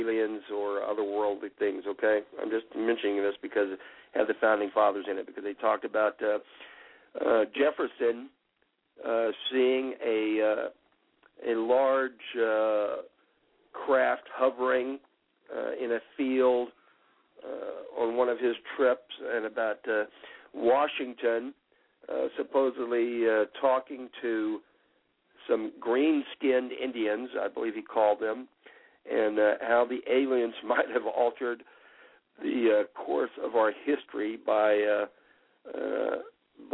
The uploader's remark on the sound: Call in Show